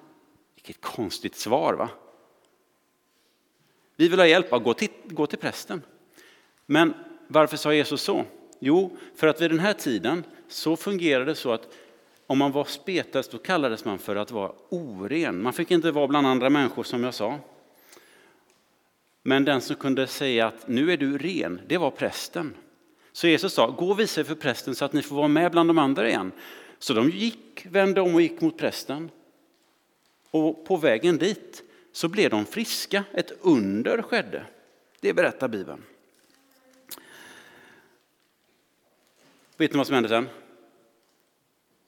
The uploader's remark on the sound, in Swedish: Inspelning från Immanuelskyrkan Skövde.